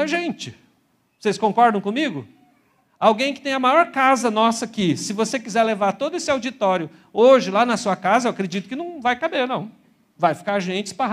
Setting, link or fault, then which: setting, large echoing room